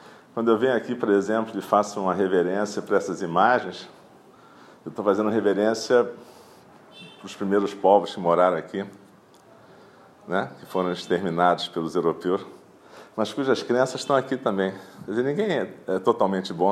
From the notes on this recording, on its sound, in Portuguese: gravada durante a prática matinal de 25/11/2017 em Eininji